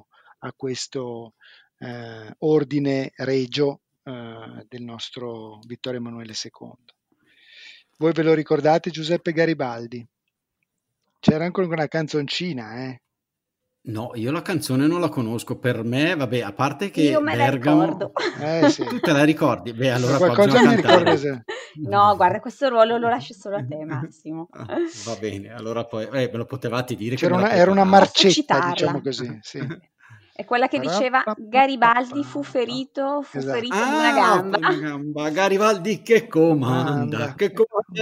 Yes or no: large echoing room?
no